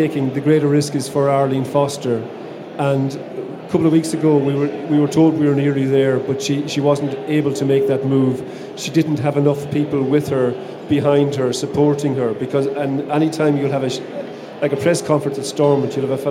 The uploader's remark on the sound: Live at the Sinn Féin Ard Fheis. Inside Politics returned to the RDS on Saturday for the final stop on our tour of party conferences.